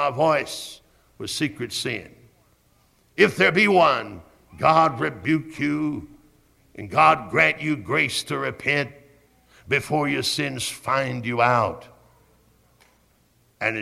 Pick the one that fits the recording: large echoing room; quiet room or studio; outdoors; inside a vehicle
large echoing room